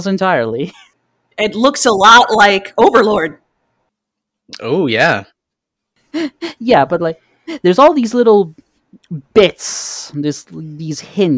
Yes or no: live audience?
no